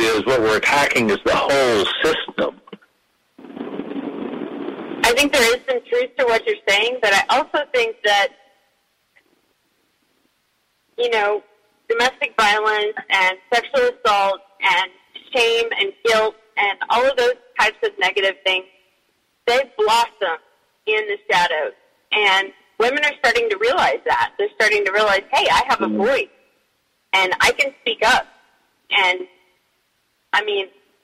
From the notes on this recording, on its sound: Open Mic Show with callers